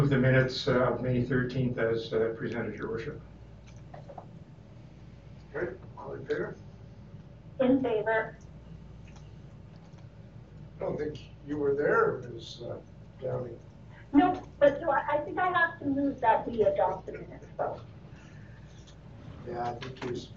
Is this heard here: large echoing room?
yes